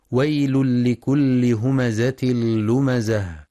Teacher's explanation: ينتبه القارئ لإدغام التنوين في اللام إدغاما كاملا بغير غنة في ويل لكل، وكذلك في همزة لمزة، ويراعى بيان صفة الصفير في الزاي مع تحقيق كسر اللام المشددة والوقف على التاء المربوطة هاء ساكنة مع بيان صفة الهمس.